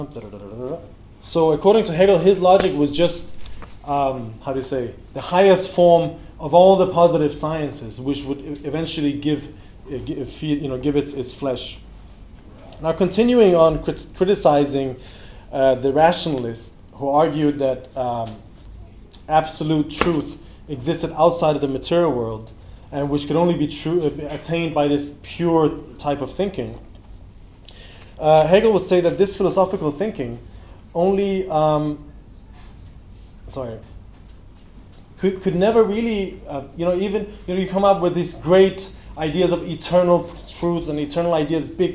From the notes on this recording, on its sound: In this talk from the 2018 Revolution Festival